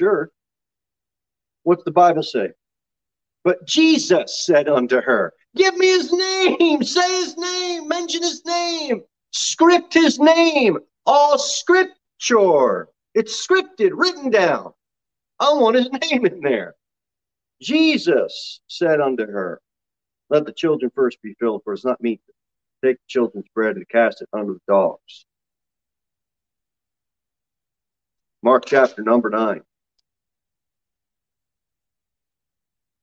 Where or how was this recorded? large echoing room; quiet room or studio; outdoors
large echoing room